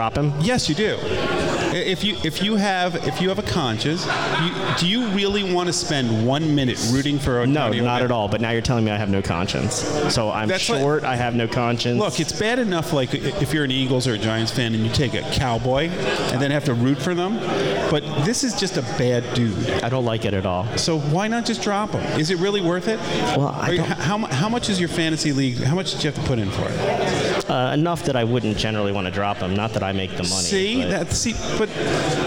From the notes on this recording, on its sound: Live at TBS